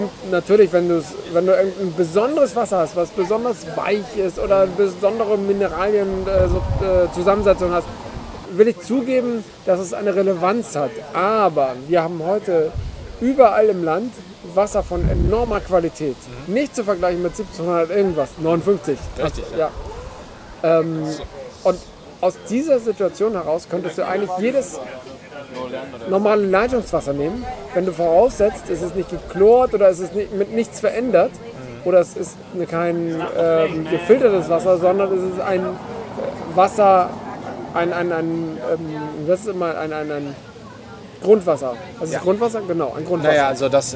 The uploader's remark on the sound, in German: Unterwegs: #BerlinCraftBeerCrawl - Straßenbräu, Bräugier und Berliner Berg